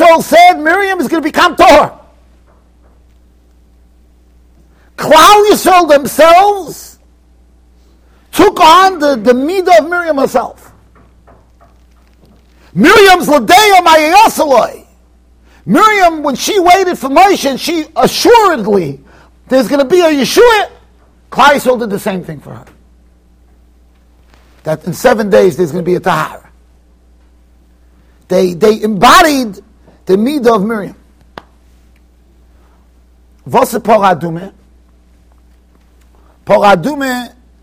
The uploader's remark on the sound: Shiur recorded in Yeshivas Ohr Reuven, Monsey NY.